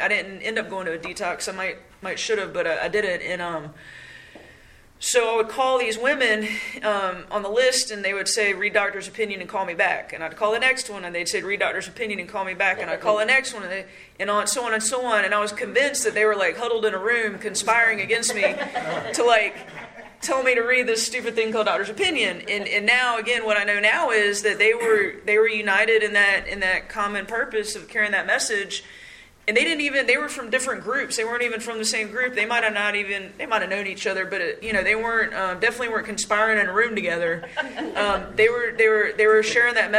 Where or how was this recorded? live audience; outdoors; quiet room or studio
live audience